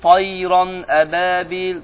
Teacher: Tayran əbəbil, ixfa yox. Həmçinin idqam da yox. · Term: izhar